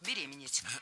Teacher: Ударение в этом слове ставим всегда на второй слог